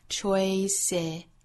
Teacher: Choice 变复数加元音 choices.最后末尾呢是 z 的发音